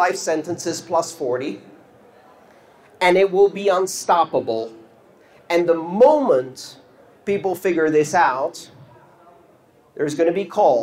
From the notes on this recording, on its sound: This talk took place on February 16th 2019 at the EthDenver conference in Denver, Colorado.